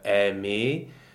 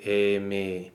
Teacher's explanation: It's just bringing the vowels closer together, okay, while retaining each vowel's quality. So that the open e will still be an open e, just a little bit less open. · Shown in: second take · Term: vocalic harmonization